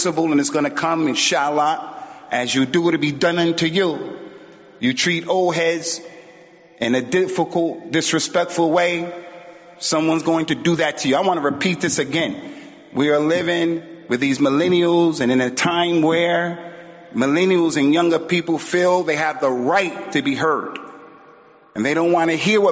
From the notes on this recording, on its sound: Recorded at Green Lane Masjid & Community Centre . Recorded at Green Lane Masjid & Community Centre .